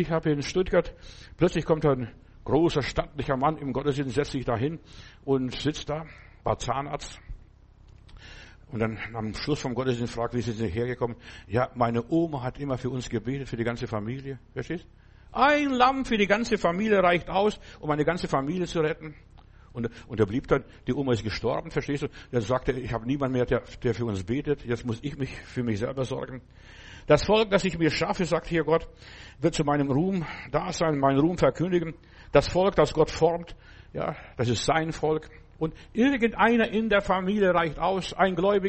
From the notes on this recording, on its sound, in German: im Gemeinde-Zentrum in Berlin aufgenommen